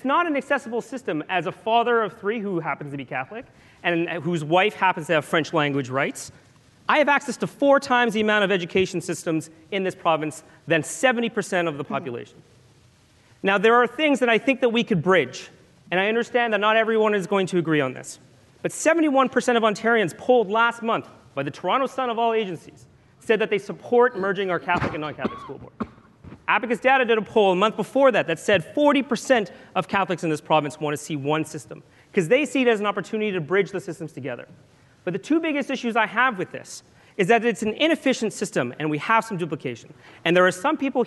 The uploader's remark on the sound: Next, they were asked to defend their case before the Empire audience. This was a rare public opportunity for our audience to hear all of the candidates on one stage.